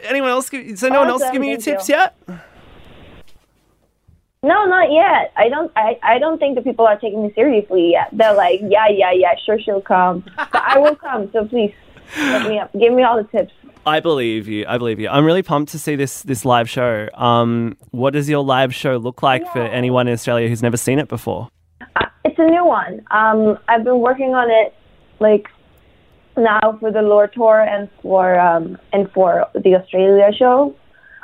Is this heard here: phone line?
yes